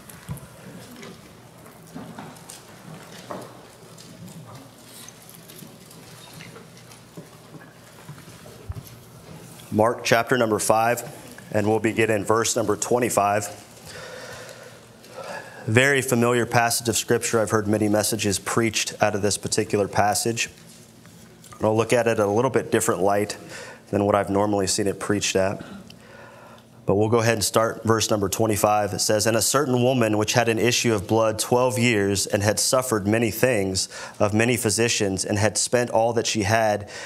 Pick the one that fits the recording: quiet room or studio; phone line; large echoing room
large echoing room